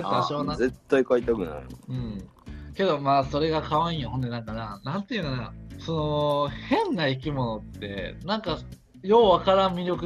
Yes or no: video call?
yes